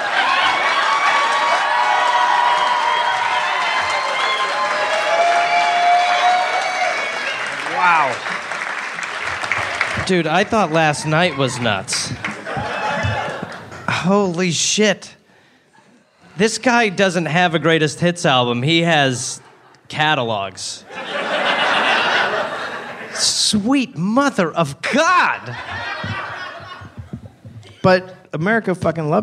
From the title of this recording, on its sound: Live in NY